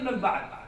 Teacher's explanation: لثقل نطق النون مع الباء عندما تقرأ أنبياء أنبئهم من بعد، هذا الثقل في النطق حتى يسهل على المؤدي. عندما تأتي النون بعدها باء يقلبها إلى ميم · Term: الاقلاب